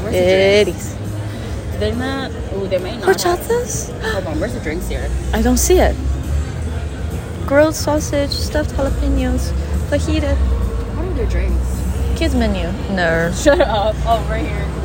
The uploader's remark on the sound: Don't mind the ambient noise, here's another smol adventure thru the mic on my iPhone